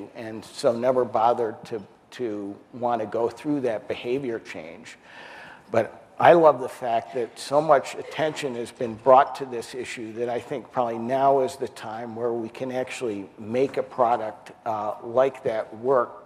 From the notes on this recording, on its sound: The best of live interviews from GreenBiz events.